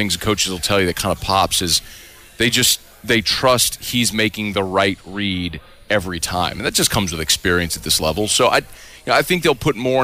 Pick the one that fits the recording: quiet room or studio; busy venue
busy venue